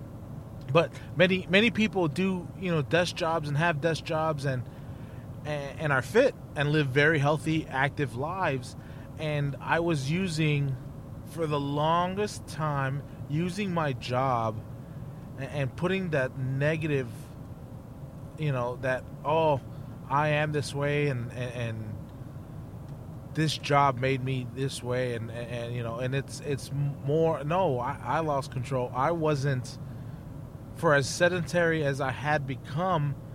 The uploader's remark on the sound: podcasting while driving